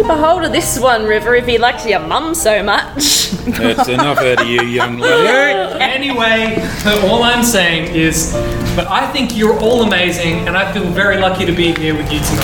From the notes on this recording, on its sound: This 2018 Christmas special was recorded in front of a live audience.